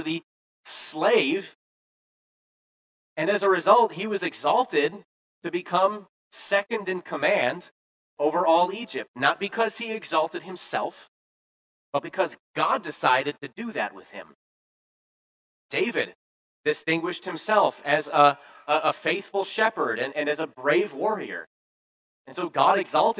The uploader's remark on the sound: Preached this sermon at Bethany's Sunday worship. Appleton, WI.